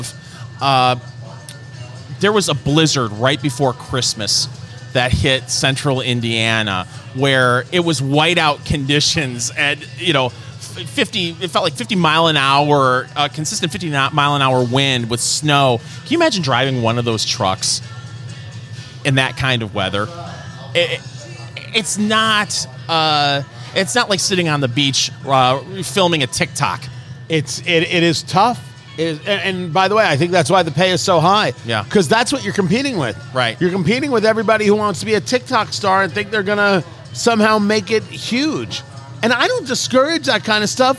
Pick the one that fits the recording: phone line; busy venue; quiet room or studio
busy venue